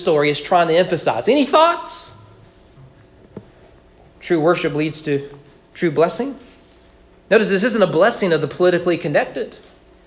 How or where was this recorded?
large echoing room